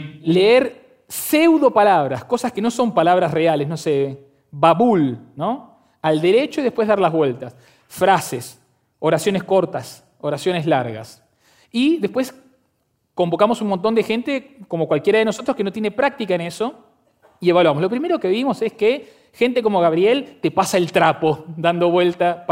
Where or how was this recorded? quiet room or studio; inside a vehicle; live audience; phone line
live audience